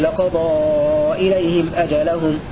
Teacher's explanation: فعالف هنا فقل أجل المرفوع بالنصب قملة أي قرأ ابن عامر بفتح القاف والضاد وقلب الياء ألفا